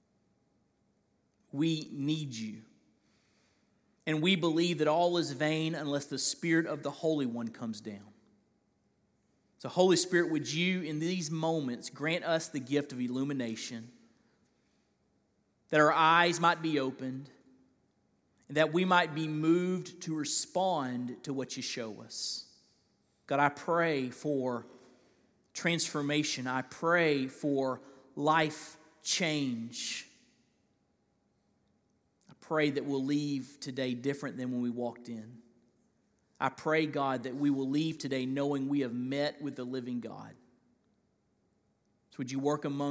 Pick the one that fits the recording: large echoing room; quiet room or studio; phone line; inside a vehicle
large echoing room